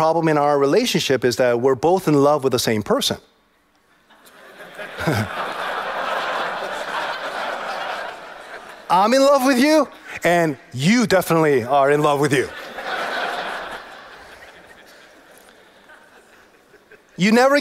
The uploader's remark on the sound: In his message at TGC's 2018 West Coast Conference